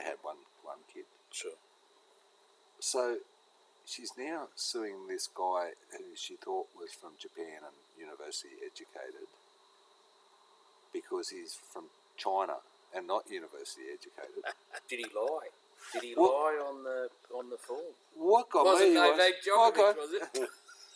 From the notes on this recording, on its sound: Largest Southern Hemisphere MAN CAVE. Oh yeah the noise you can hear is the crickets its all part of the atmosphere.